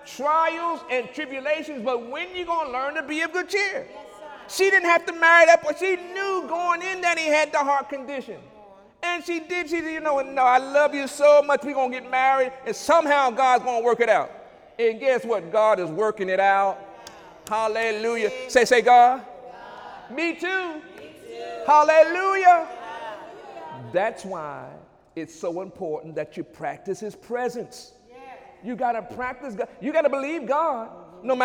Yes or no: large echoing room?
yes